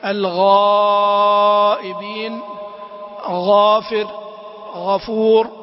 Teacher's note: حرف الغين مخرجه من أدنى الحلق، هذا خامس حروف الحلق ومخرجه من أدنى الحلق، وصفاته الجهر والرخاوة والاستعلاء والانفتاح. ما ينبغي أن يراعى في لفظ الغين: استيفاء تفخيمها في نحو الغائبين، غافر، غفور